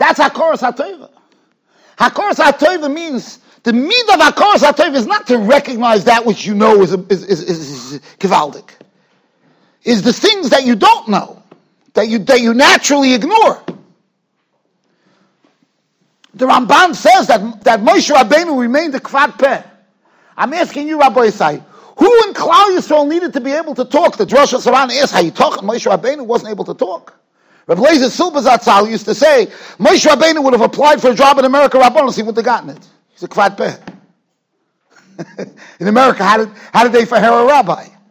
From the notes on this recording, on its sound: Shiur recorded in Yeshivas Ohr Reuven, Monsey, NY.